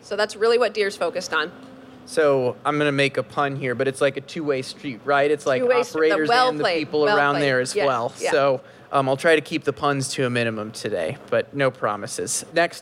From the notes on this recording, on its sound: Live from Washington DC, A Celebration of Construction on the National Mall. All of these interviews were recorded live, from a stage on the Capitol Mall, where we interviewed construction industry leaders across 14 different panel discussions and fireside chat-style conversations. This episode is a highlight reel with some of the top insights and takeaways from those discussions.